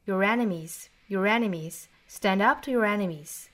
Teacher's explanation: 这个 your 读成 your your your 也是弱读式哈，和后面再连读